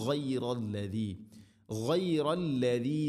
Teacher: ഗൈന് തൊണ്ടയുടെ മുകൾ ഭാഗം വെളിവാക്കി ഉച്ചരിക്കണം, മണിക്കാതെ വെളിവാക്കണം